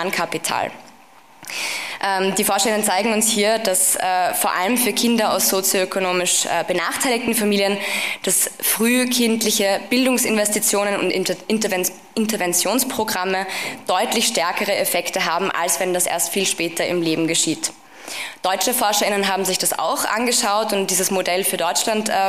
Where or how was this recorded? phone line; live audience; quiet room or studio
live audience